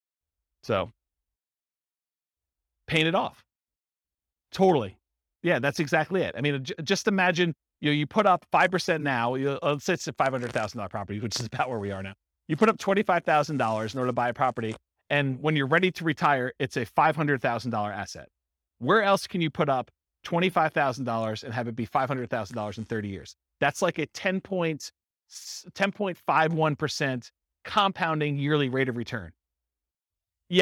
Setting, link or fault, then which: setting, live audience